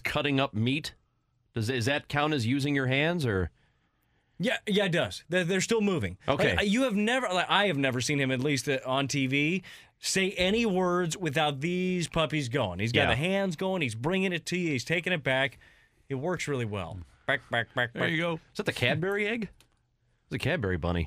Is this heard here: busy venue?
no